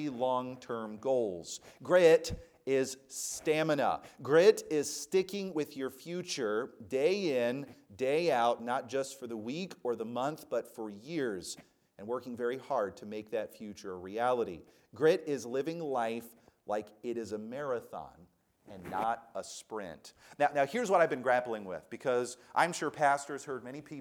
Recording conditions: large echoing room